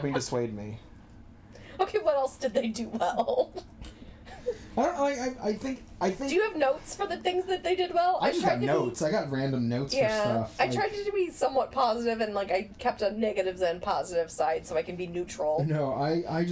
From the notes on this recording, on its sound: Just ignore the weird background bongo noise. Sound like they're in a tin can.